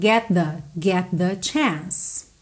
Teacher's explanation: Get com the, junta num som só